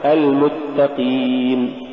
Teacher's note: فالقاف من الدرجة الأخيرة لأنها مكسورة